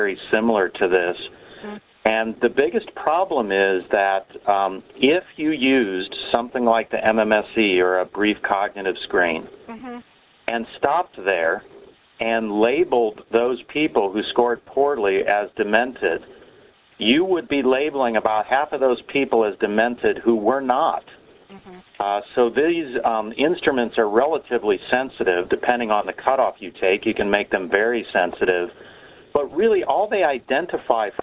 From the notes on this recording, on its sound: Author in the Room® Teleconference